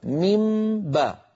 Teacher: وقلنا بأن الإخفاء حالة بين الإظهار والإدغام، الأصل أن أقول ميم باء ميم باء فأطبق الشفتين مرتين، مرة للميم ومرة للباء. الآن أنا أطبق على ميم وأجافي عن باء ميم باء، إعمال الشفتين مرة واحدة في حرفين هذا يشبه الإدغام.